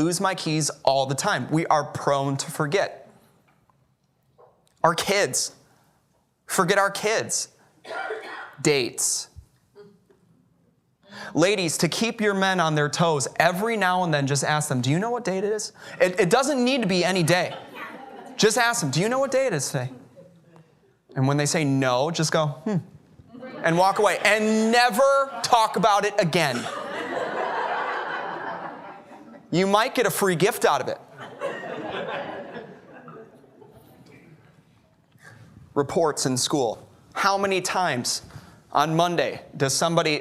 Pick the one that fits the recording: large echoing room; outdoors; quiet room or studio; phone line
large echoing room